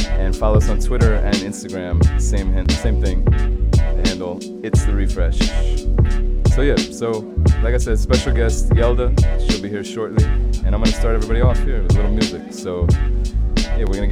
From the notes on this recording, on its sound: Originally broadcast live on July 18, 2016 from the storefront of The Late Late Bar on Houston Street in New York City.